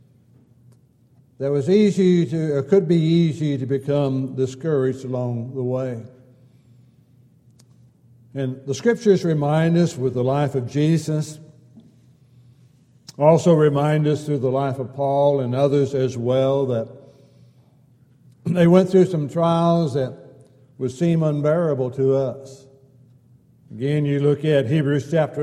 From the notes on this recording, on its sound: Downtown Church Of Christ Audio Sermon